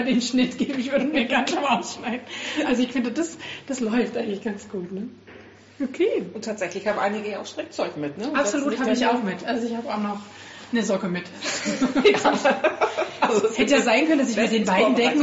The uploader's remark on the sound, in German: Auch in diesem Jahr gibt es wieder einen Live-Podcast von der AnNäherung aus Bielefeld.